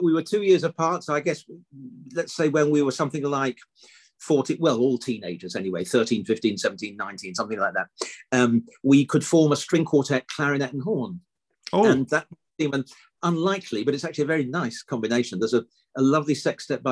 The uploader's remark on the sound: This interview was recorded on 16th May 2022 via Zoom.